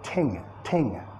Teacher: Si tienes la lengua atrás, te va a salir ting, ting, como una T